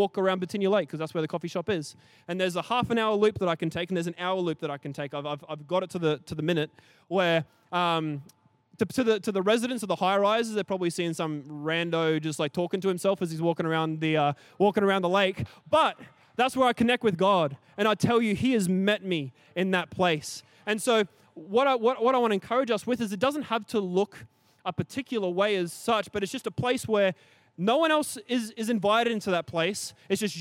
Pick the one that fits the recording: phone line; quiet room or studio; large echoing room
large echoing room